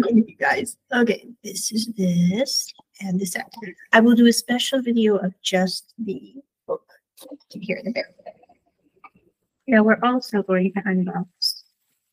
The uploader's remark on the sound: Sorry for the poor audio quality--this was recorded earlier this year and I was still working out audio kinks.